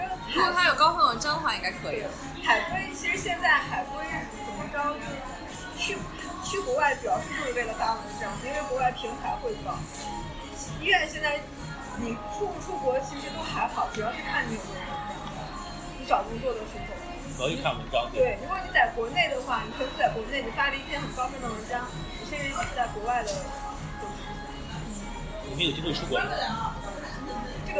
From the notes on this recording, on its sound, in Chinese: 本次在咖啡厅录制, 杂音较大, 望见谅.